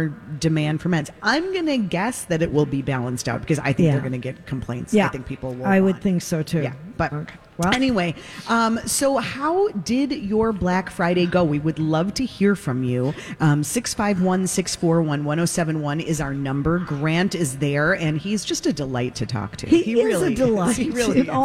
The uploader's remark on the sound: Live form the Galleria